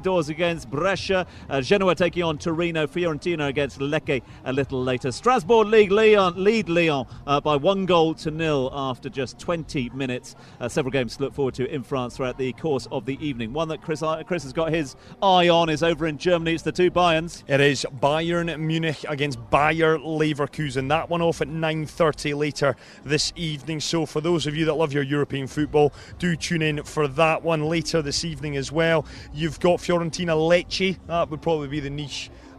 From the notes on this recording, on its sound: From the rooftop garden of Barasti